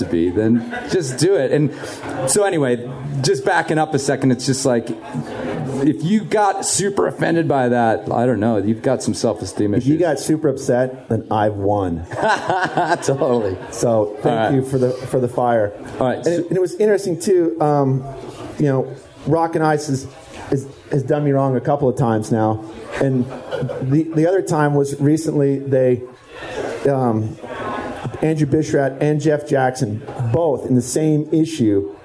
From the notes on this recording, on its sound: I fight the sound of the clinking coffee cups and the hiss of the espresso machine to bring you a Live Enormocast from Bonfire Coffee in Carbondale. The winds of 5Point Film Festival brought my three guests to town.